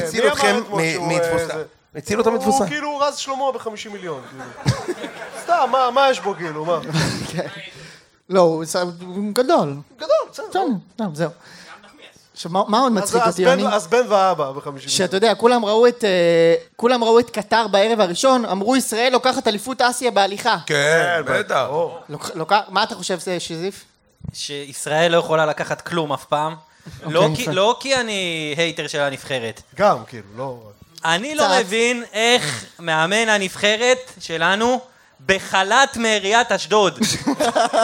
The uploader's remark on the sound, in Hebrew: הפרק שהוקלט מול קהל במהלך מסיבת המונדיאל הראשונה של ציון 3 – אנחנו שיכורים, סורי.